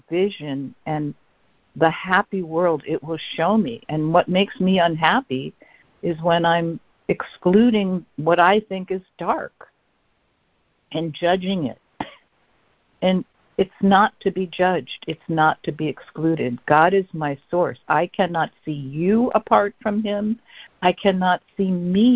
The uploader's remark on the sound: ACIM Daily Conference Call.